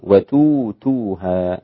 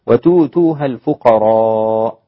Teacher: هذا يسمى الإبدال، إبدال الهمزة واوا